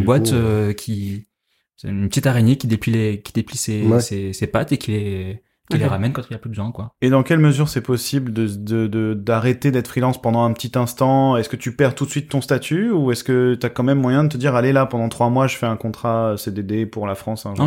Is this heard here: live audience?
no